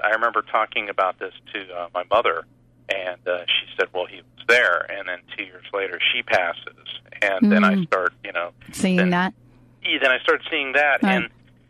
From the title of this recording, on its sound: takes calls from listeners